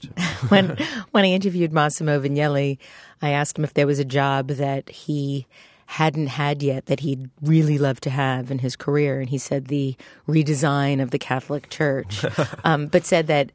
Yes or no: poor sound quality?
no